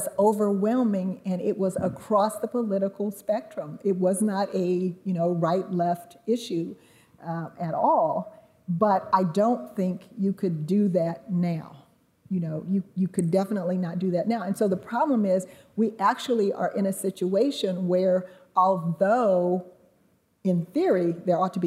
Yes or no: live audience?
yes